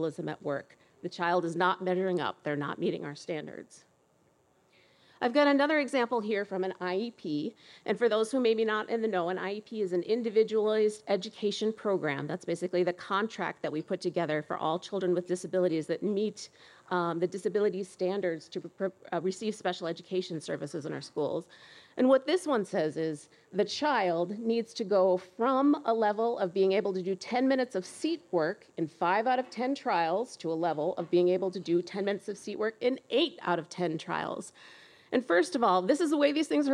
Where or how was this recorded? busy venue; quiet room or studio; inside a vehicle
busy venue